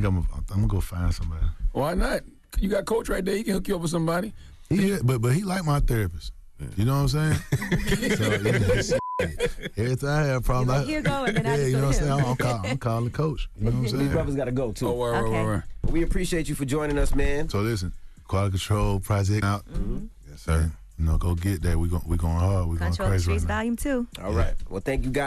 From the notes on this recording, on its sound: we opened up the phone lines to hear what our listeners had to say